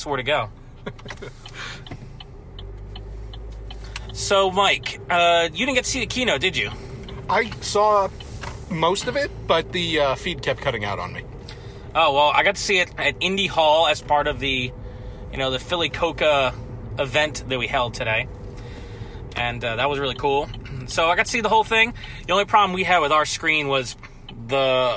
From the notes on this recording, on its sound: We recorded this on the car ride home from a movie, so the audio quality isn't great